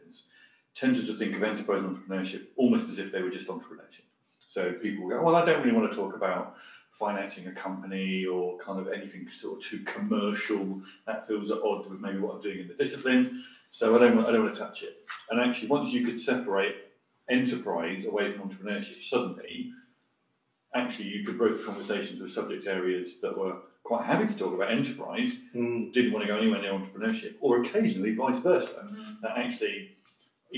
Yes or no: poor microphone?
yes